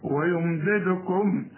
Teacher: الدال الأولى مش هقلقلها لأنها مكسورة الدال الثانية لازم أقلقلها عشان عليها السكون